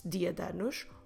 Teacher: you decide to drop completely the E from the preposition de